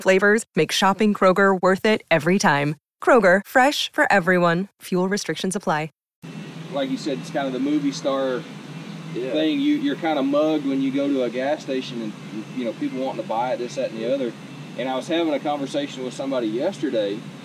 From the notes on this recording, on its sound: CP Addict goes on location at Lead Foot Diesel Performance